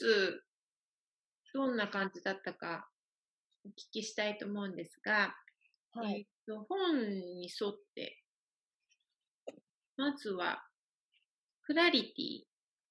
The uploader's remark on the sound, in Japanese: 初のリモート録音でお聞き苦しいところもあるかと思いますが